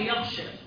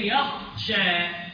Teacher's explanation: صفه الهمس والجهر الفرق ما بين الغين والخاء